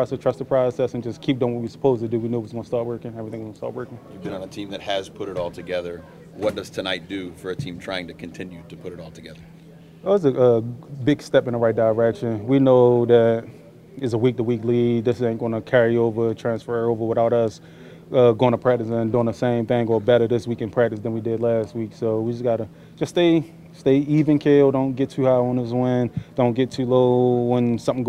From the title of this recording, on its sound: Press Conference